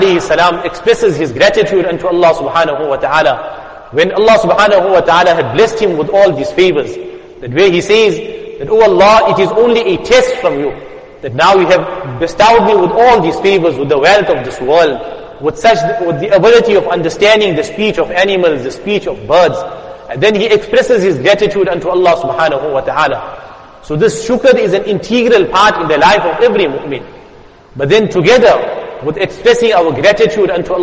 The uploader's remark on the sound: Jumuah Lecture at Masjid us Saliheen 06 Jan 2023